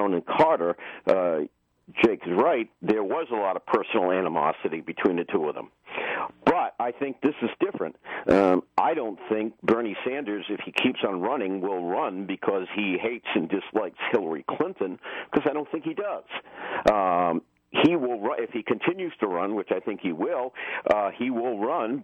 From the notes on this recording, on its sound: joined by callers